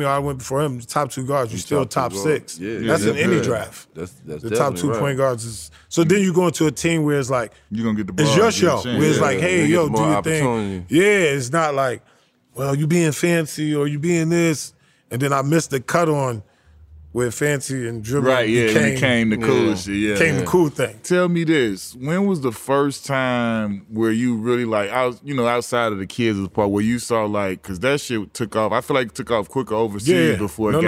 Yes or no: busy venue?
yes